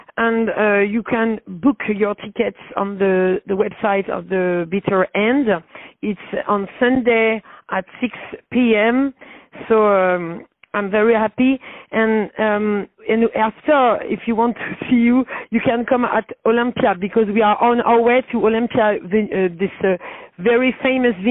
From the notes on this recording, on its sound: On the phone